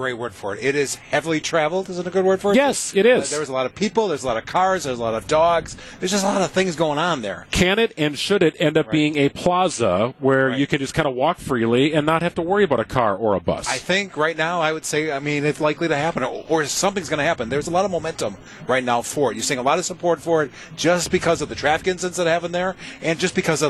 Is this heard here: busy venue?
yes